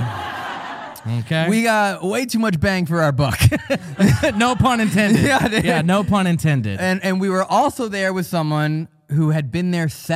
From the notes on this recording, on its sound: This episode was filmed in front of a live audience at the haunted Pennhurst Asylum in Spring City, PA on August 25, 2022.